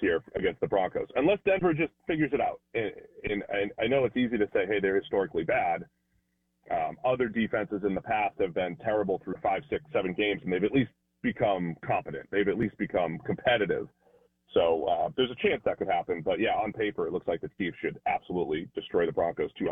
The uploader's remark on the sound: Joins the show on the Farm Bureau guest line talking everything NFL live in the BankPlus Studio.